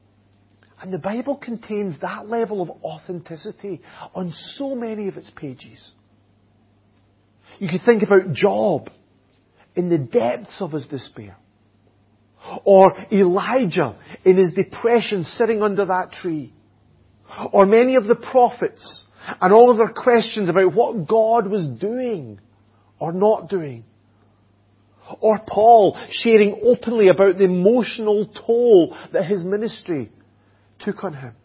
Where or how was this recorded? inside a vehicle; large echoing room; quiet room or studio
large echoing room